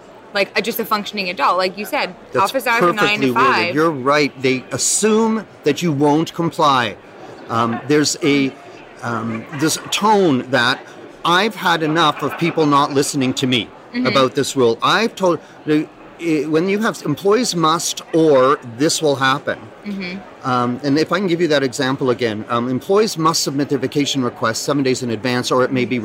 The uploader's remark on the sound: Live at ARMA InfoCon